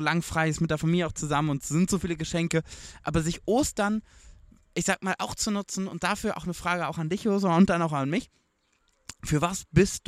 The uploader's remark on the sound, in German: Live vom Grill